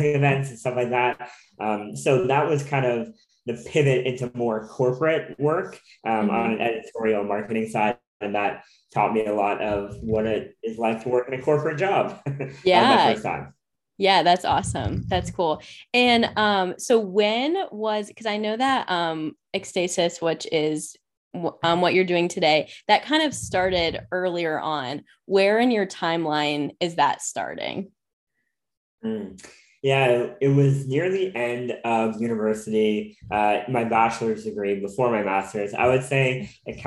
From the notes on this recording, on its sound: hops on zoom for a conversation